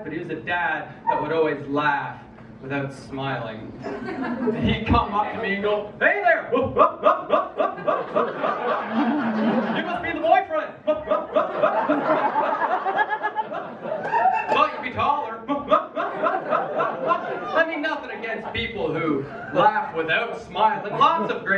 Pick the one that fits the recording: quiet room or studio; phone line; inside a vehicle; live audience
live audience